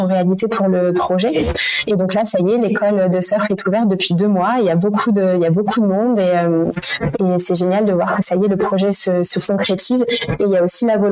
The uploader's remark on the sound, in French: Mon tout 1er épisode avec une invitée enregistré à distance. Je ne suis pas parvenue à gommer l'ensemble des petits bruits parasites.